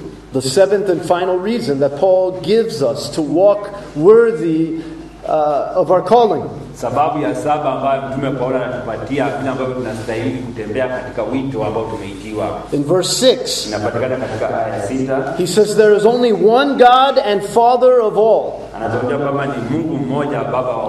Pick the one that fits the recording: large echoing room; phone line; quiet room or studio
large echoing room